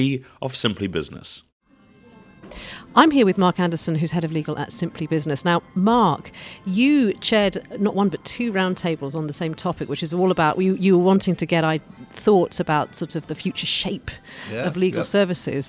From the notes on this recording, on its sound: We are live from The Lawyer ’s In-House Financial Services conference. We are live from The Lawyer ’s In-House Financial Services conference.